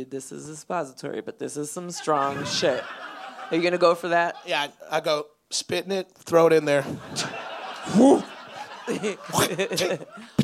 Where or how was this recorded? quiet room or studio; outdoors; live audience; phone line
live audience